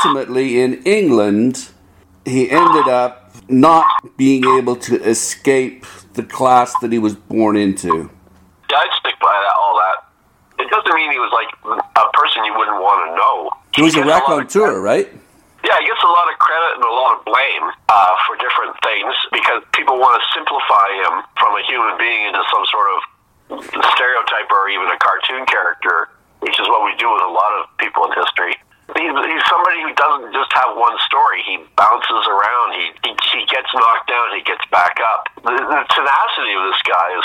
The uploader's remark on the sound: Over the phone.